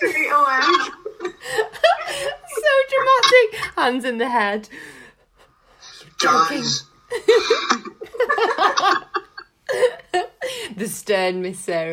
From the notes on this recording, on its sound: This was recorded on zoom so the sound quality isn't the best!